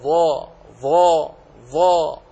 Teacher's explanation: هذه الأحرف عند خروجها من مخرجها لقوتها ولأنها من حروف الاستعلاء انطبق اللسان عند الحنك فاستعلى وقوي حتى خرج الحرف وكأن الفم كله مطبق · Term: صفة الإطباق